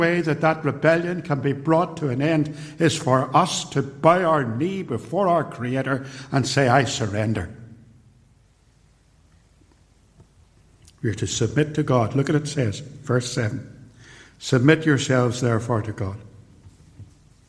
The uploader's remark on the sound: recorded at Templepatrick